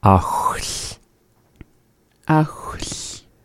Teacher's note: We make that sound by holding the tongue similar to that of how we make an L, la, la, la, and hold it. Blow air out of the side of the mouth, whichever is natural for you. · Term: LH